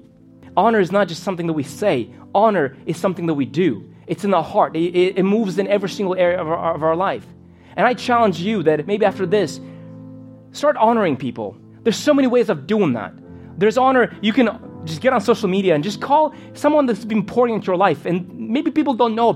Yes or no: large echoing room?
yes